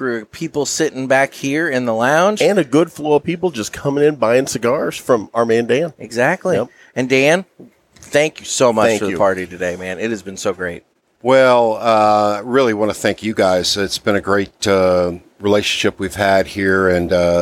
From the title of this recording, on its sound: Live from the 100K Download Party!